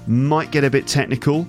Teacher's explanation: certainly the T on might and the T on get, sometimes they get dropped · Term: connected speech